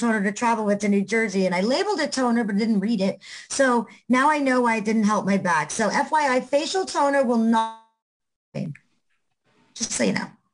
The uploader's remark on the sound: our 11/28/2021 Zoom Show